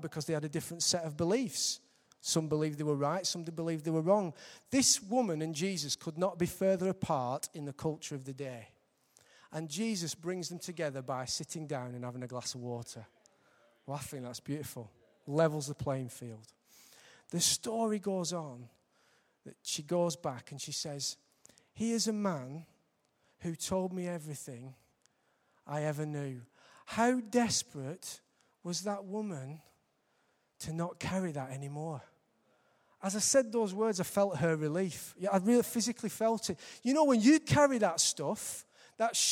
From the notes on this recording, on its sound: Recorded live at Life Church on Sunday 22nd March 2015.